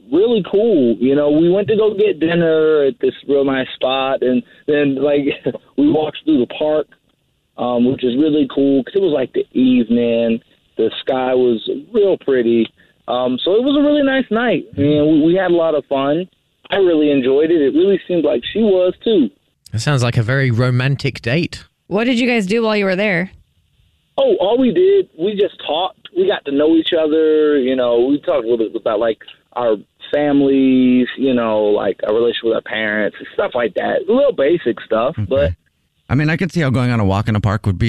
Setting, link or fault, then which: link, phone line